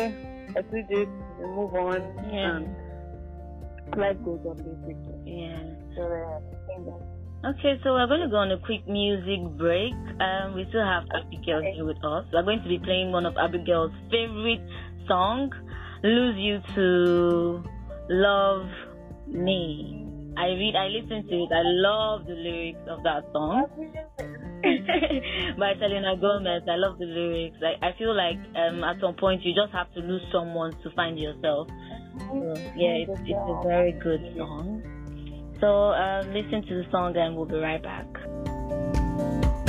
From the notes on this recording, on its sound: In this episode I did a phone interview.